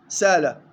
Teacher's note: لما كانت الهمزة حرفا بعيد المخرج شديدا مجهورا مصمتا، هذه صفاتها، مال العرب إلى تخفيف الهمزة إما بالإبدال أو التسهيل أو بالنقل أو بالحذف. الإبدال أن تقلب الهمزة حرف مد من جنس حركة ما قبلها